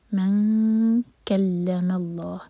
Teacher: جب کیف کے لیے اخفا کریں تو زبان کیف کے قریب ہو